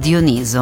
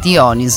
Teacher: Si pronuncia con l'accento sulla penultima sillaba · Shown in: first take · Dioniso, ma in italiano è considerata corretta anche la pronuncia sulla, sulla terzultima, Dioniso.